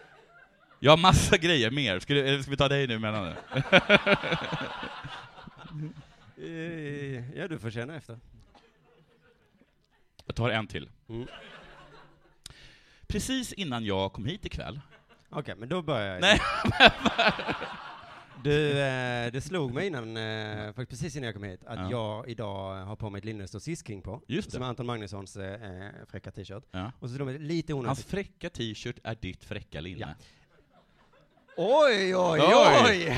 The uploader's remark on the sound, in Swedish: live på Tangopalatset